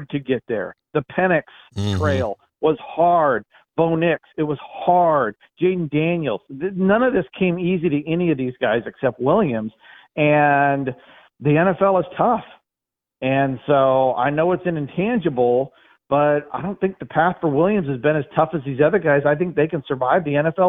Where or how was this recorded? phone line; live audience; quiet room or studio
phone line